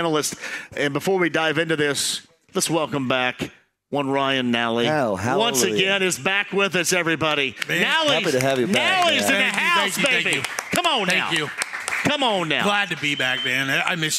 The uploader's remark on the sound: LIVE from The Free Spirit in Castleton